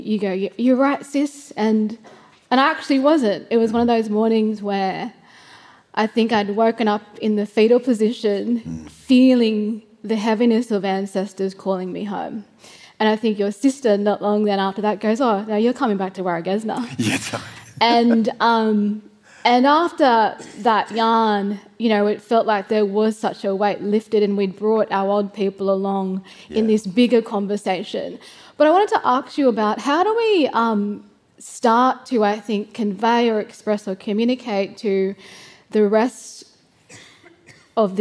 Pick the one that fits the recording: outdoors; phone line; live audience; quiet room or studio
live audience